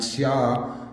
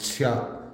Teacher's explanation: So instead of pronouncing that tsia, you cut it off, that elongated vowel, you cut it off with a glottal · Shown in: second take · and it becomes tsya, and that gives you your optative.